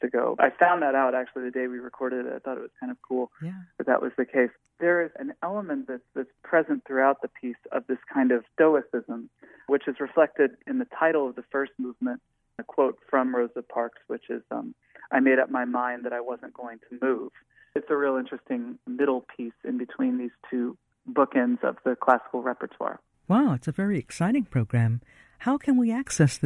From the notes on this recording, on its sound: He joins us by phone.